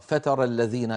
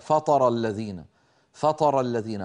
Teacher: إذا فخمت التاء قليلا تتحول إلى طاء · Shown in: second take · يعني نسمع من بعض إخواننا مثلا بده يقرأ فتر الذين، بيقولك فطر الذين، فطر الذين، فطر صارت فطر، من فطر يفطر مثل فاطر السماوات والأرض.